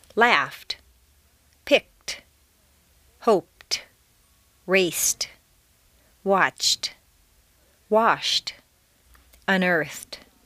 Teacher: T replaces D in the past tense after an unvoiced consonant sound. F, k, p, s, ch, sh, f, except T.